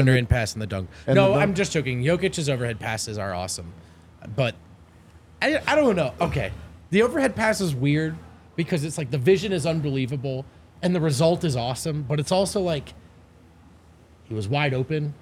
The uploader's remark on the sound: LIVE from the DNVR Bar